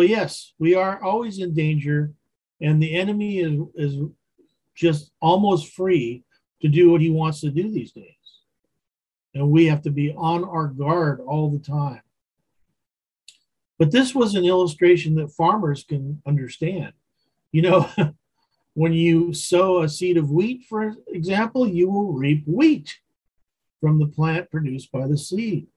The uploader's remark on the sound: Wednesday Zoom study.